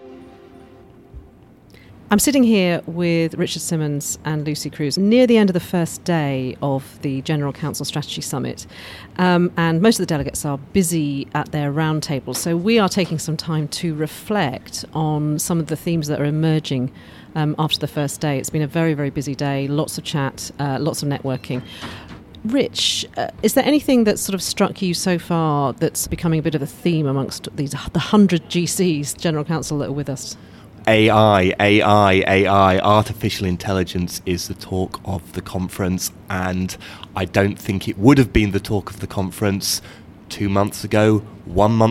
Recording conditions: busy venue